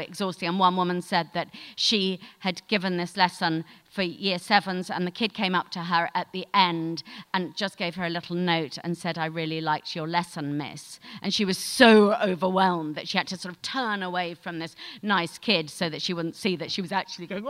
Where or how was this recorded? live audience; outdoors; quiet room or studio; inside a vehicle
live audience